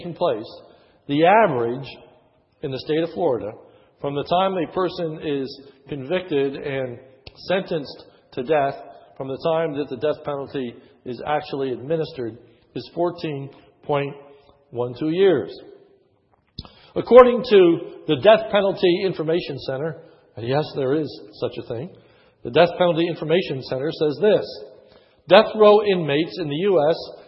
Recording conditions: large echoing room